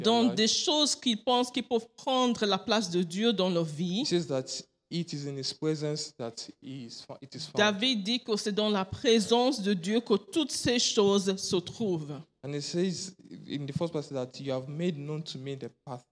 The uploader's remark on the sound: Preached during Joyful Hour Sunday Service